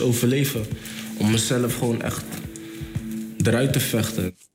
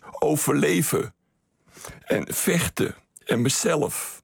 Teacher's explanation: Ik zei al, hij spreekt geen Rotterdams, maar het lijkt hier bijna of hij een Amsterdamse invloed heeft. Namelijk, de stemhebbende V wordt een F en de stemhebbende Z wordt een S